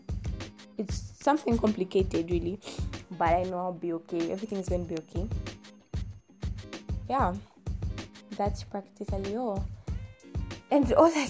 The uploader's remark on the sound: sorry for the network tripping you couldn't quite hear me cause the time I was recording the network was tripping.